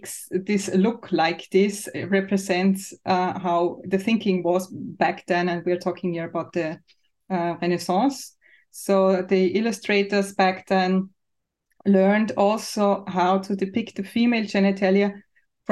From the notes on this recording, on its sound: Originally a live webinar.